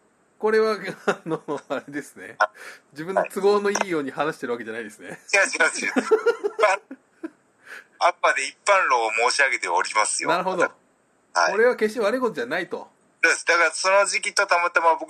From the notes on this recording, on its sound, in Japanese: テレワークで収録やってみた。